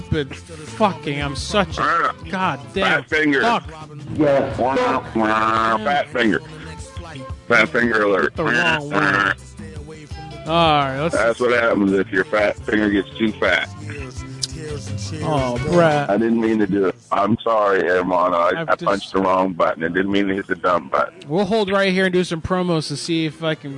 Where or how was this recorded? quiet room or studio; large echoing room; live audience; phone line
phone line